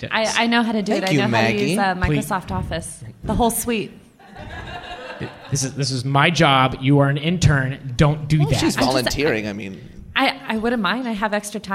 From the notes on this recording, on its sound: Improv comedy on stage live in Portland.